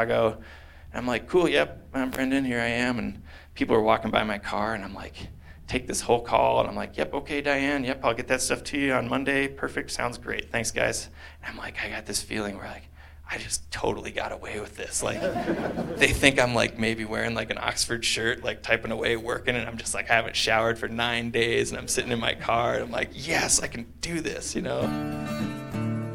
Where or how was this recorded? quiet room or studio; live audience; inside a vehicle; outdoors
live audience